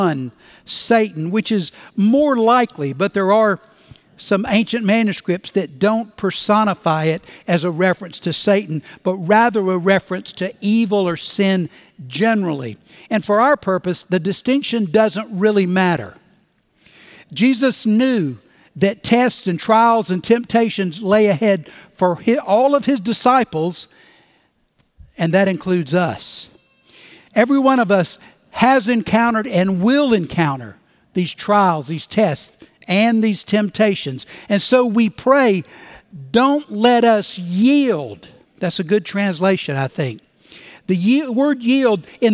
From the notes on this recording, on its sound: Recorded Live at Brookwood Church on 11.19.2023